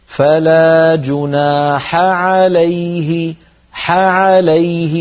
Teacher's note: تجاور في النطق الحاء وهي من وسط الحلق مع العين وهي من وسط الحلق أيضا، فباعتبار أن الحاء والعين من المخرج نفسه علينا أن نبين أحدهما من الآخر هكذا.